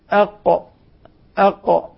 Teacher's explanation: انحبس الصوت ثم جاء بعد ذلك القلقلة